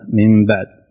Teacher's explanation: نون ساكنة أتى بعدها حرف الباء، والباء من حروف الإقلاب